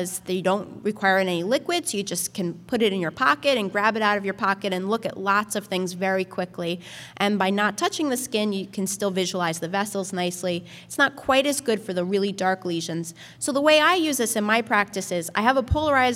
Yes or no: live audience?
yes